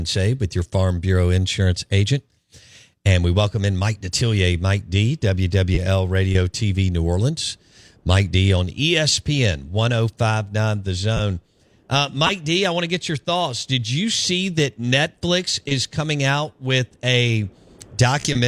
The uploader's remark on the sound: joins the show live on the Farm Bureau guest line